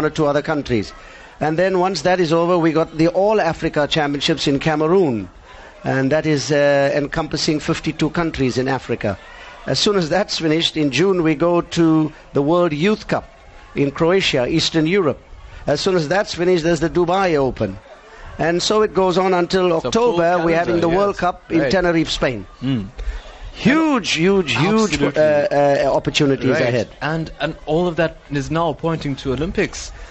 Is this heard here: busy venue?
yes